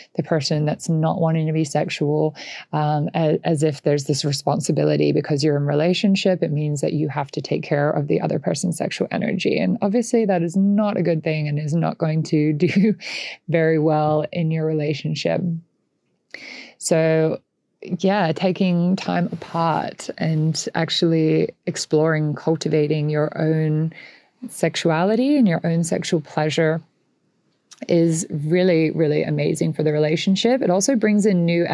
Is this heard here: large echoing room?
no